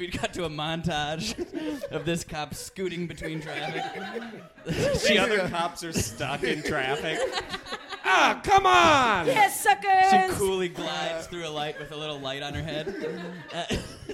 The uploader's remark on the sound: Live at the Torch Theatre in Phoenix